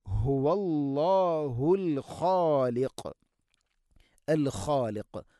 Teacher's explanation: ഖ തൊണ്ടയുടെ മുകൾ ഭാഗം, ഖാഫ് അതിൻ്റെയും മേലെ ചെറുനാക്കിൻ്റെ അടുത്ത്